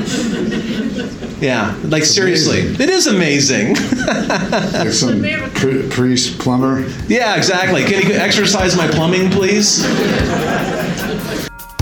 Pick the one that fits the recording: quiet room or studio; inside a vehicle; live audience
live audience